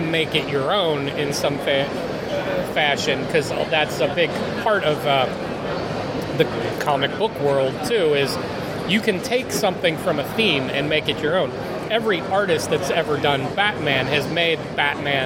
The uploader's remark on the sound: Cincinnati Comic Expo 2023. Report from the 2023 Expo floor and bring you some excerpts from a few of the Q&As.